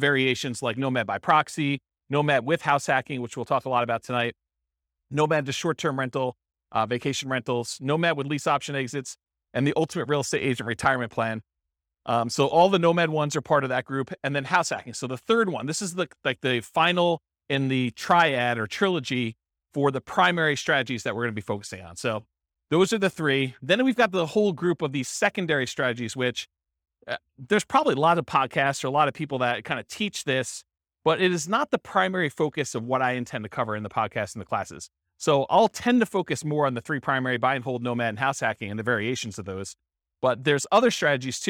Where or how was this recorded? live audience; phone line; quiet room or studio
live audience